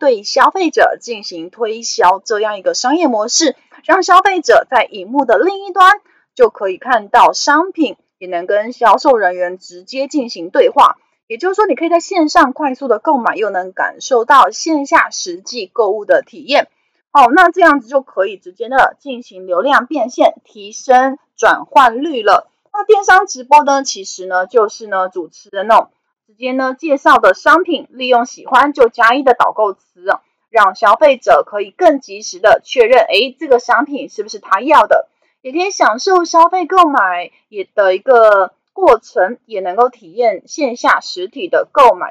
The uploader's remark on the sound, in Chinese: 本集有些許雜音，已亟力避免，如有察覺請多多包涵